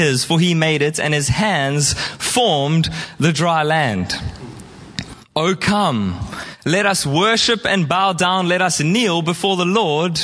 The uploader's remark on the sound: Preached at Horsham Downs on 28/05/2023